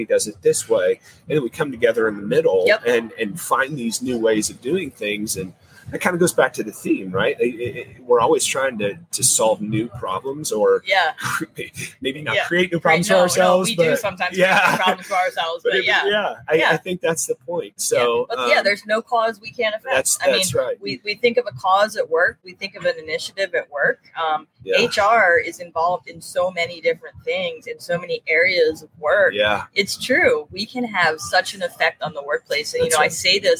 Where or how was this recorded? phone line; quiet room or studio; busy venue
busy venue